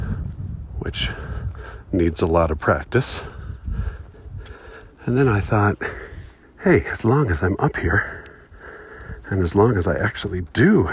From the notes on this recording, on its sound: Recorded on the Watchman Overlook in Zion National Park. There are always too may people at Zion, but I found a spot where I could have some quiet privacy and record a poem. Unfortunately, technology was conspiring against me, and so this sounds kinda lousy.